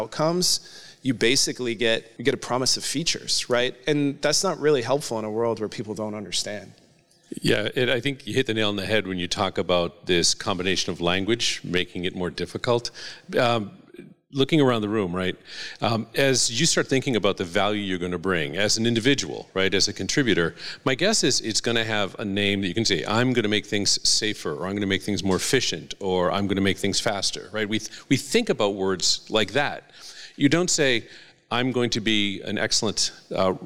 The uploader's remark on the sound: Took to the stage at the Northeast Collegiate Cyber Defense Competition (NECCDC), hosted at Champlain College, where they presented an episode of PWNED in front of a live audience.